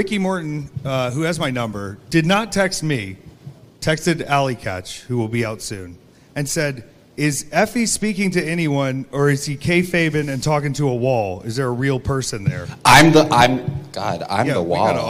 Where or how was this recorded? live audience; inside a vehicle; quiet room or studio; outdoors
live audience